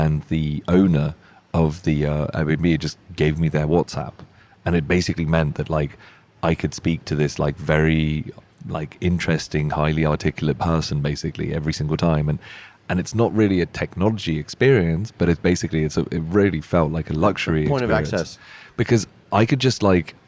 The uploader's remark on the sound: Indie Colorcast Live at The LINE Hotel.